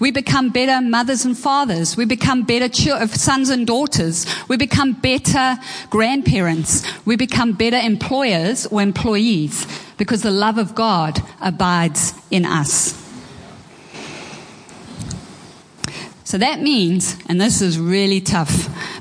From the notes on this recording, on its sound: Preached at Horsham Downs on 14/01/24.